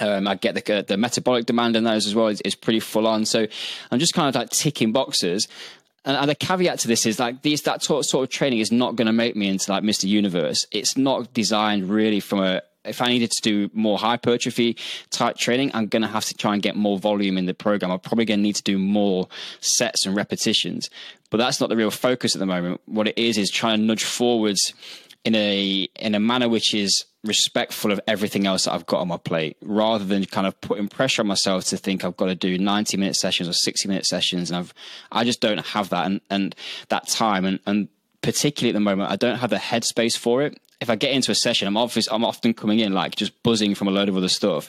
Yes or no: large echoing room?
no